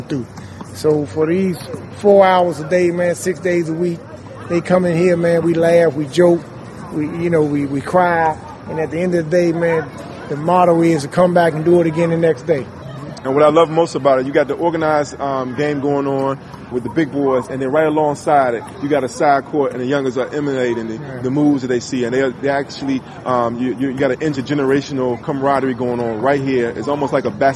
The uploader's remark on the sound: A night at the legendary basketball court in Barry Farms, Washington D.